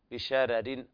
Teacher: الراء الأولى ترقق عند رواية ورش وكذلك الراء الثانية مرققة لكل القراء · Term: ترقيق الراء